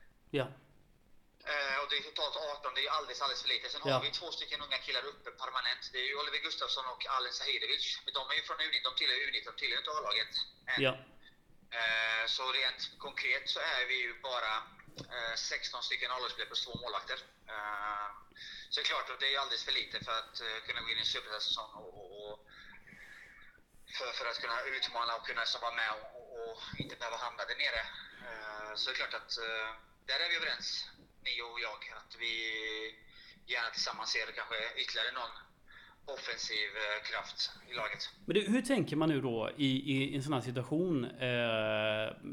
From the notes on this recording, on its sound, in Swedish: Dåligt ljud. Dåliga klippningar.